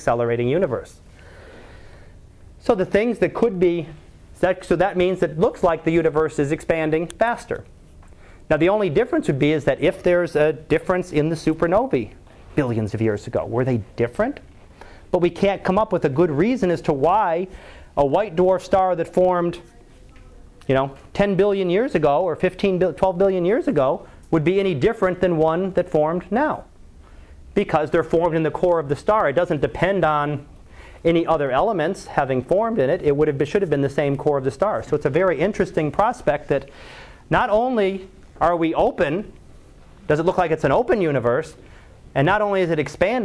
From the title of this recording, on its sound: Live Class Lecture